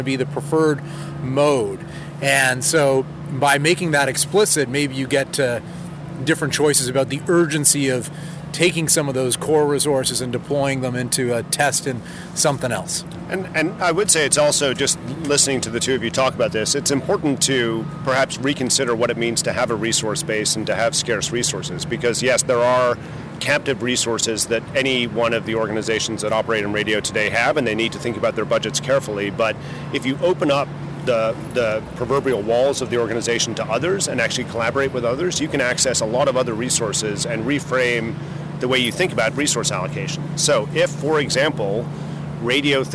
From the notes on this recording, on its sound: takes a walk on The Freedom Trail in Boston